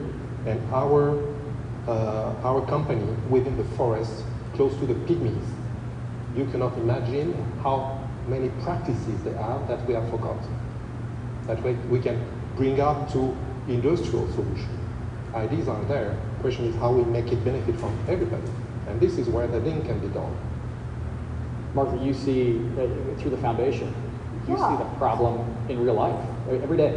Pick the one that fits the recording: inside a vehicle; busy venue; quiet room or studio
busy venue